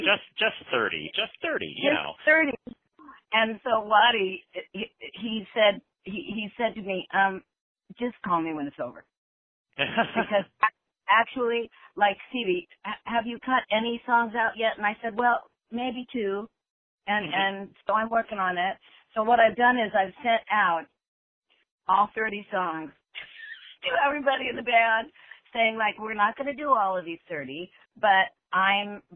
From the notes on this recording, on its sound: We caught up with both women, separately, via phone